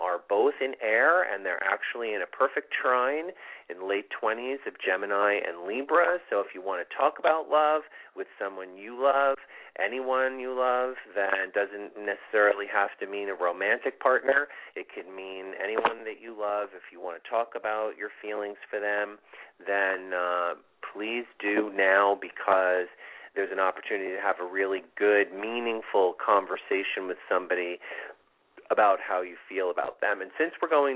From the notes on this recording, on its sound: This is a call in show with free mini readings!